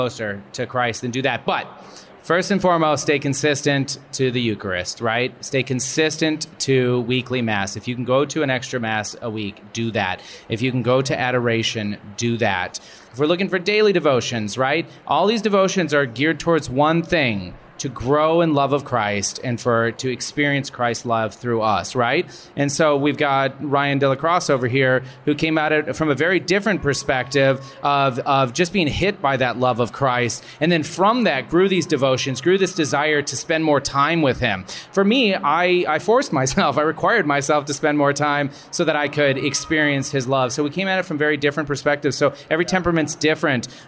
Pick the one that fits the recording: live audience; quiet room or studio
live audience